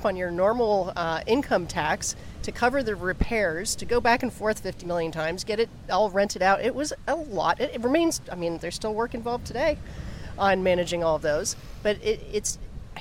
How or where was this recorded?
outdoors